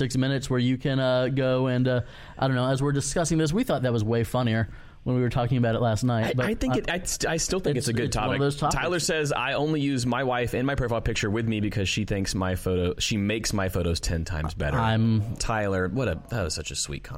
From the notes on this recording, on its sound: Live from #nywc19. We were live from room 9 at the beau-tiful Tampa Convention Center.